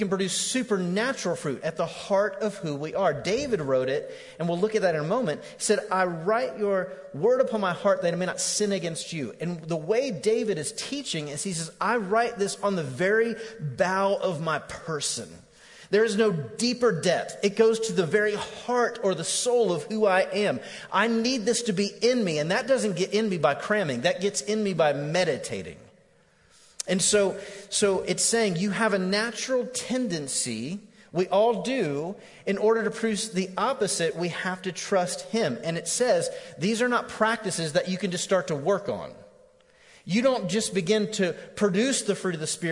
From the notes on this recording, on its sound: Recorded live on 10/7/18 at The Fellowship at Mt Juliet.